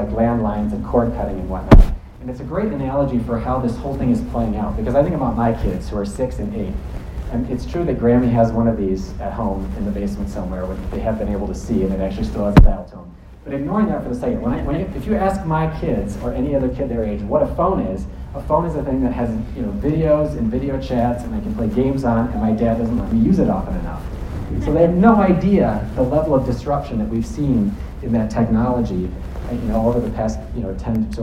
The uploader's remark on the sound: Alternative Energy Resources Expo. Gave a keynote address to the annual meeting and expo of AERO, a Montana organization.